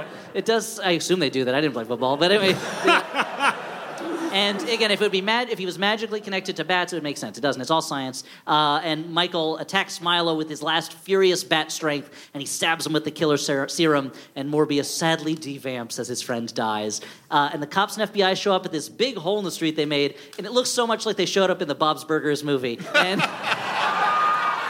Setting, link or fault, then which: setting, live audience